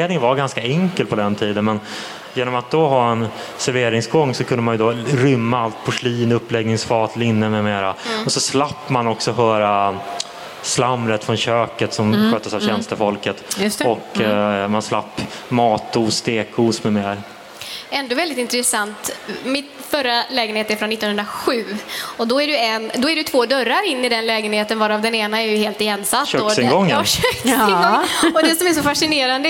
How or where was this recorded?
live audience